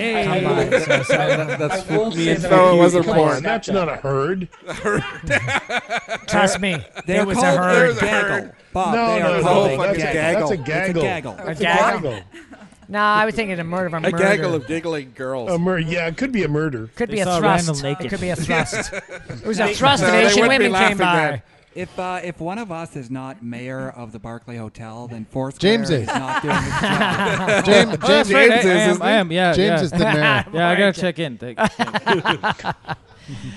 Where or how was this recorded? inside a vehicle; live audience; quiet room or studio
live audience